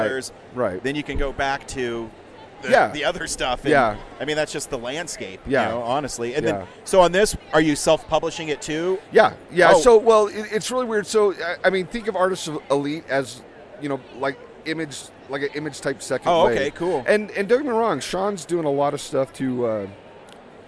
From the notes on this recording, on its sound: at Denver FanExpo 2022